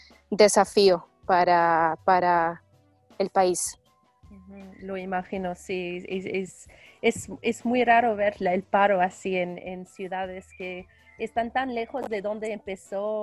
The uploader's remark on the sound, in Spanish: Ciudad de México y Los Alpes Franceses y los conectamos vía Skype.